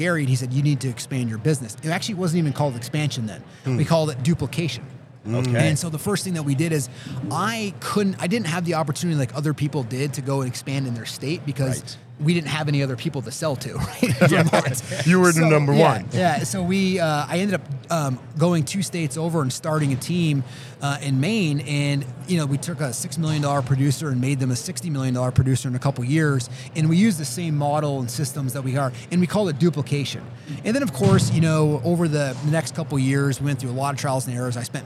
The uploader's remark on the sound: coming to you live from Keller Williams Family Reunion